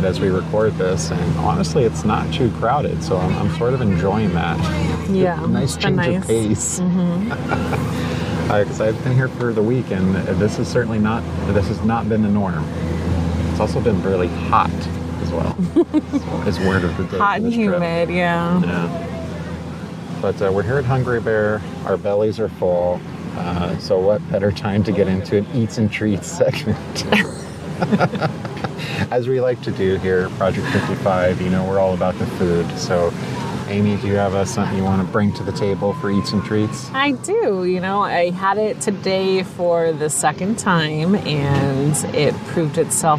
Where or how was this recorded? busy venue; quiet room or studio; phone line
busy venue